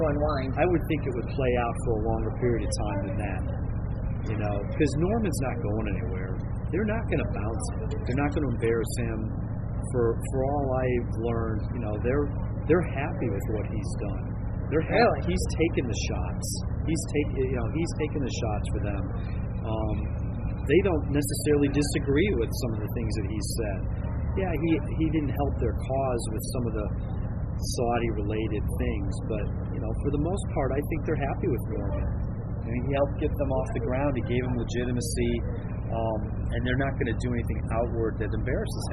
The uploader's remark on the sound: Reporting live from the Hero World Challenge at Albany Golf Club in the Bahamas